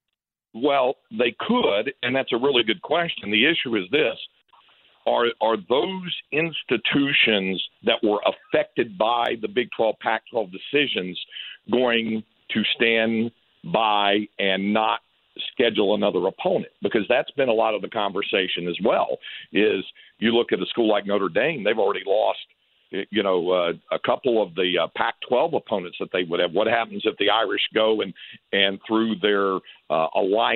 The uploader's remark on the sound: hop on the phone